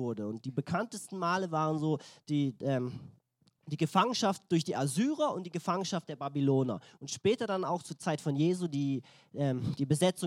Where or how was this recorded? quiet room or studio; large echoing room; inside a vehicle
large echoing room